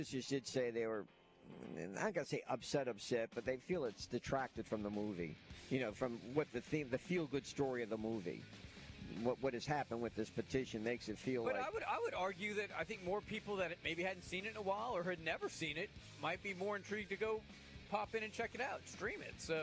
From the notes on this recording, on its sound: LIVE from Baker High School on the first Friday of high school football season!